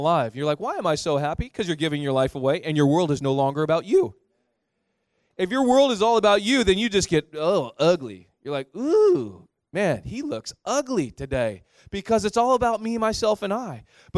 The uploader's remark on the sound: (2nd Service). Sermon Series: Thrive Leadership Conference (Session 7). At THRIVE Church Vancouver, Canada.